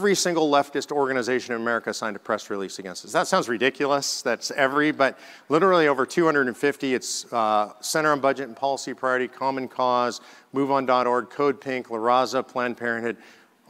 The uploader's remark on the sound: speaks at the National Conservative Student Conference and answers questions from the audience